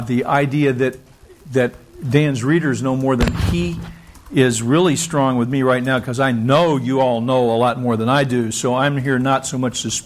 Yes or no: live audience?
yes